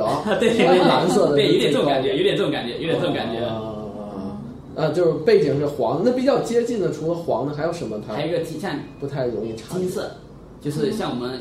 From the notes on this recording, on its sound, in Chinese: 本期节目为在张大妈办公区用录音笔录制，可能有街道上的杂音，请见谅。